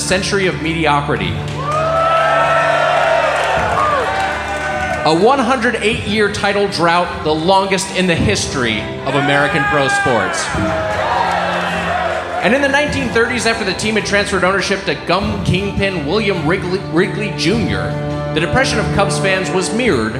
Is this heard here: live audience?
yes